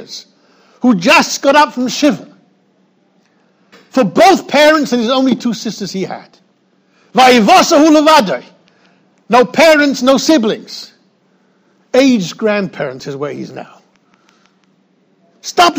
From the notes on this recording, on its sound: recorded in Yeshivas Ohr Reuven, Monsey NY